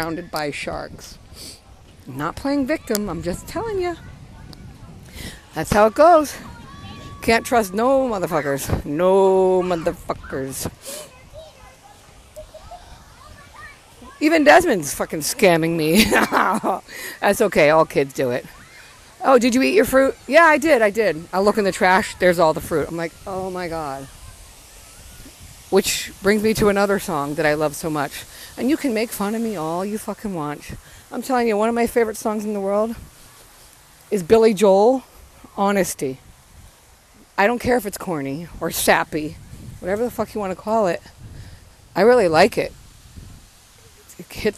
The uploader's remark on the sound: Casual chat while I’m out walking around the playground